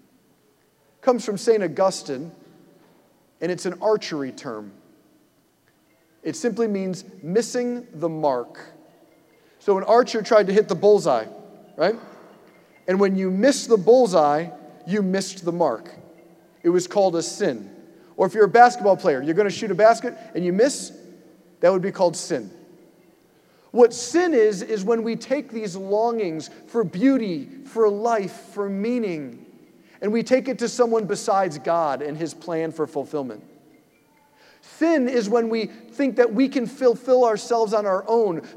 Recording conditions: large echoing room